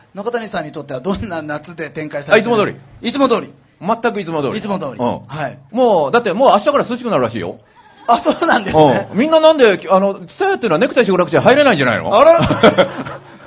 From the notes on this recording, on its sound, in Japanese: 公開収録イベント。TSUTAYA TOKYO ROPPONGIにて開催しました。